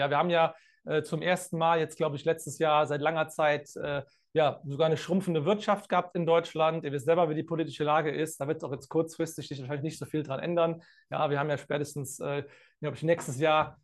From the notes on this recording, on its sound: Live-Call Leak. Bei unserem Neujahrs Live-Call.